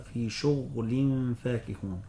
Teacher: قرأ ابن كثير بإسكان الغين في شغل، هكذا قال الإمام الشاطبي: وساكن شغل ضم ذكرا.